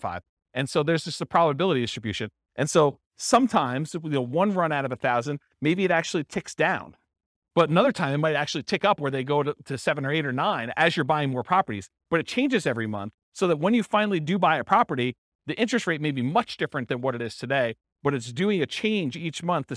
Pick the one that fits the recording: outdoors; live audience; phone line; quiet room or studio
live audience